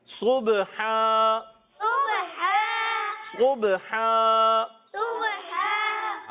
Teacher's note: صاد کی ادائیگی پیارے بچوں اور مدنی چینل کے ناظرین، صاد حرف مستعلیہ میں سے بھی ہے اور بہت زیادہ پر پڑے جانے والے حروف میں سے بھی ہے، اس لیے اس کو پر پڑھیں گے. اور با میں کلکلہ، آخر میں دو زبر کی تنوین کو الف سے بدل دیں گے.